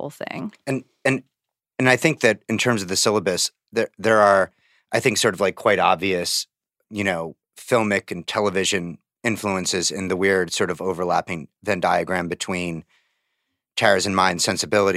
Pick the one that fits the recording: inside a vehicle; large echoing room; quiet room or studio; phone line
quiet room or studio